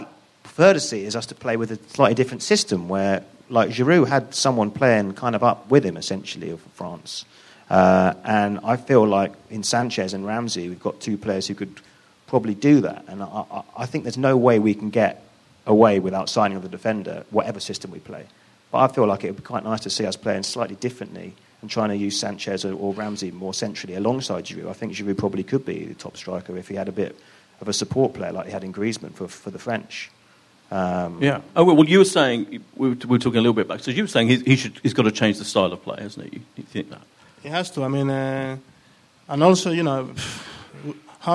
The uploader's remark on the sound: with a live audience